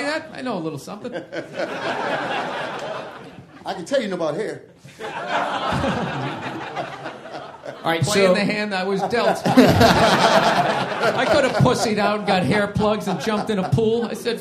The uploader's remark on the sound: Recorded March 16th at Esther's Follies in Austin, Texas for South By South West Interactive 2015.